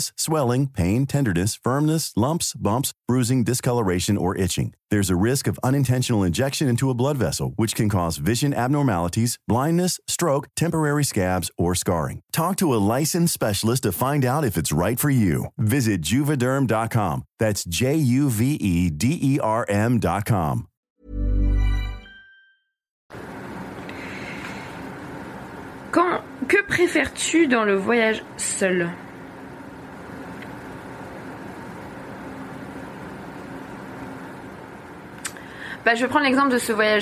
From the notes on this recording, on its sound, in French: Épisode enregistré sur un cargo naviguant dans l'océan Indien